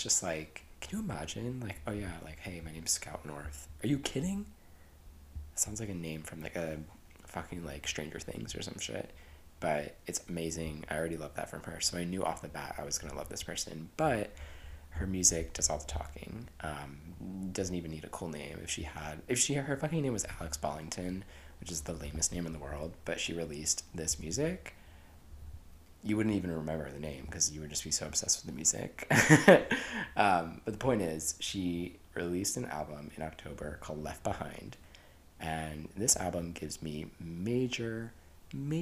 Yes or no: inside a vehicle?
no